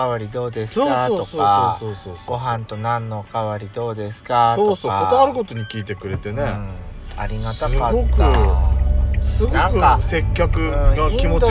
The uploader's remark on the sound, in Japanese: ドスドライブ収録 #ロードノイズゴメンね